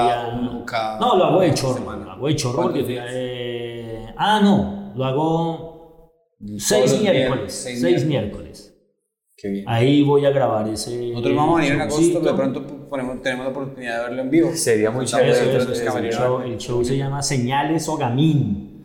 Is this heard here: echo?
yes